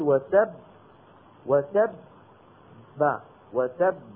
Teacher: حرف القلقلة المدغم، حرف القلقلة المدغم كالباء الأولى من وتب وتب، فالباء الأولى هذه نعم هي ساكنة ولكنها مدغمة في الباء الثانية التي بعدها، لذا فإنها تخرج على أصل النطق بالحروف الساكنة ألا وهو النطق بالتصادم بين طرفي عضو النطق، فنقول وتب وتب ب وتب، هذا في الوصل، في الوقف